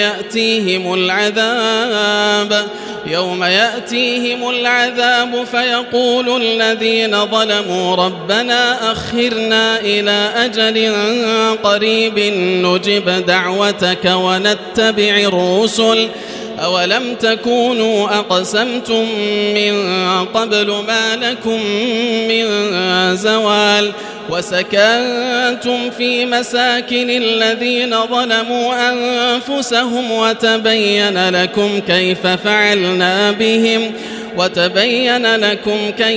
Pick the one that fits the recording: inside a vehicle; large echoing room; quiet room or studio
large echoing room